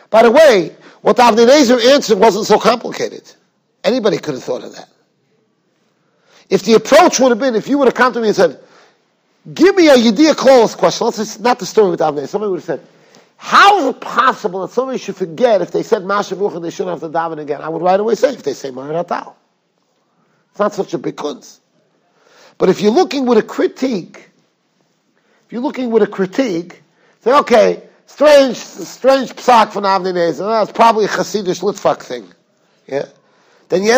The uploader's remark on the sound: Shiur recorded in Yeshivas Ohr Reuven, Monsey, NY.